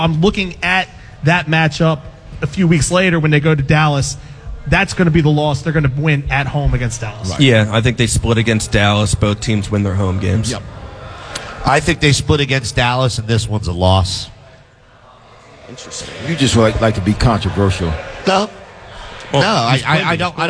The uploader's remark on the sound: The crew is LIVE from the Grand Opening of Echelon Health & Fitness in Audubon, NJ!